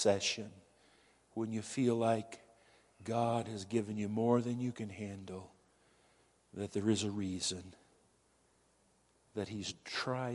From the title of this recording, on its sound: Woodland Life Church Live